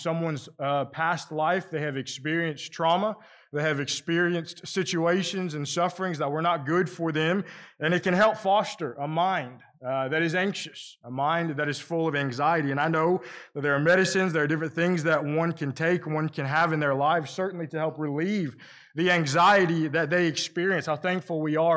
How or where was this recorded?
large echoing room